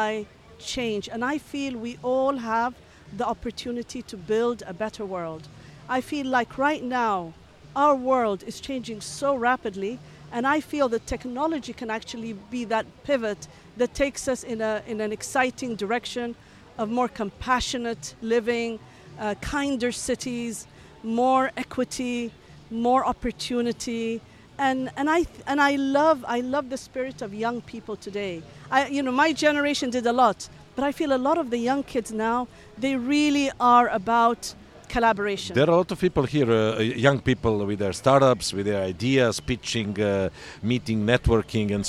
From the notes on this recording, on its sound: Special Episode from Step Conference 2023! TCO has set up a booth at the largest tech festival in Dubai, where emerging markets and global startups come together.